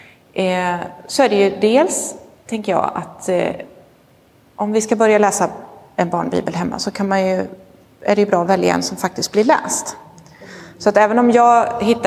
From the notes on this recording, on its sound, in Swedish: Inspelad i Roseniuskyrkan den 23 oktober 2022.